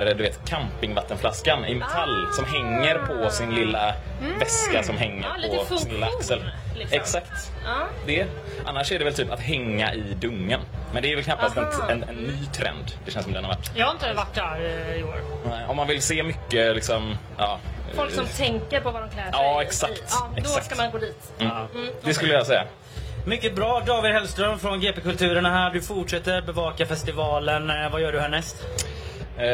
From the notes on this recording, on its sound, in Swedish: Live från WOW. På festivalen.